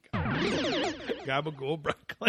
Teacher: Because they a lot of American Italian guys, they make the C, that hard C sound, into a ga